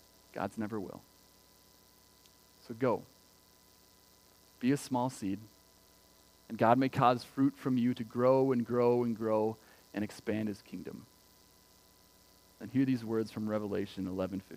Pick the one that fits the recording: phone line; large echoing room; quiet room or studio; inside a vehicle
large echoing room